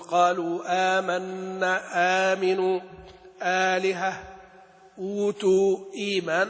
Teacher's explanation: عند غير ورش هذا مد ملحق بالطبيعي حركتين · Term: البدل